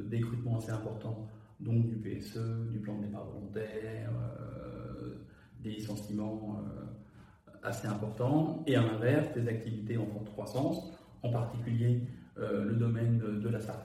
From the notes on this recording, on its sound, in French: on est désolés pour le son un peu cathédrale dû à l'enregistrement IRL